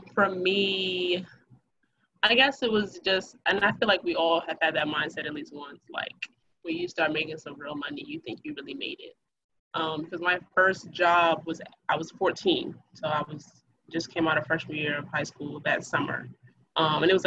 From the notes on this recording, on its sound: Bare with us, our audio, and quality will continue to get better and better.